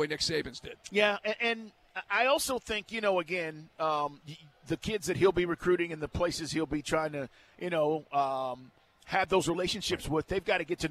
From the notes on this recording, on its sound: LIVE at State Farm